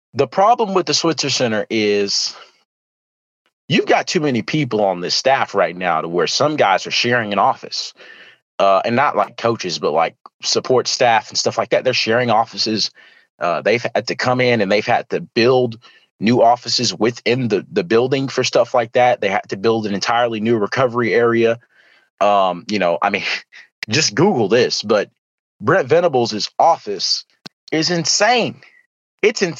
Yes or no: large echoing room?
no